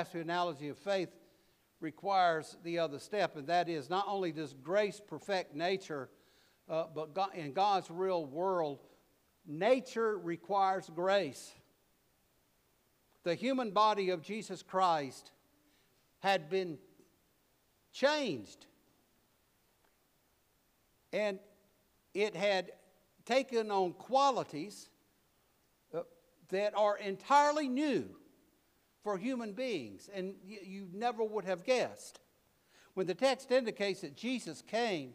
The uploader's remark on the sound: preached at All Saints Anglican Church in Charlottesville, VA on April 16, 2023